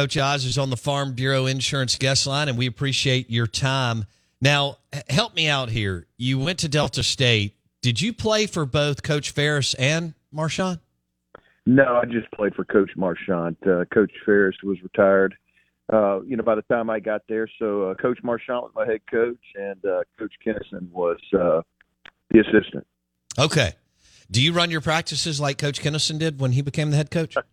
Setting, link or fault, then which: link, phone line